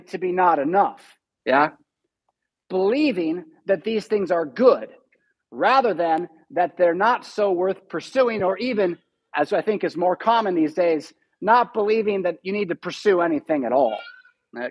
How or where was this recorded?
large echoing room